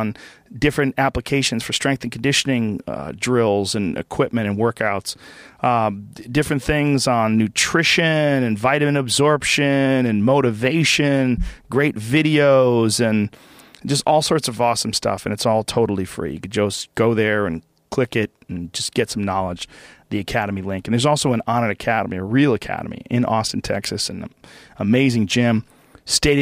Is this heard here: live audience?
no